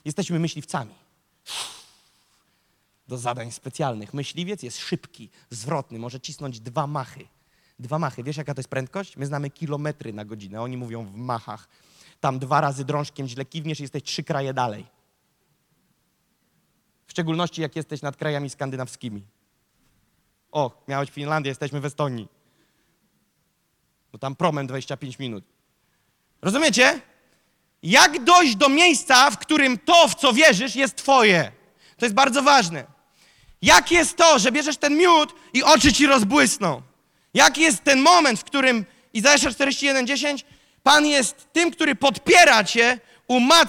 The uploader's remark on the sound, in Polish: Zostało nagrane podczas nabożeństwa NOF Church 12. Wyostrz swój duchowy wzrok!” to fragment nauczania, które zostało nagrane podczas nabożeństwa NOF Church.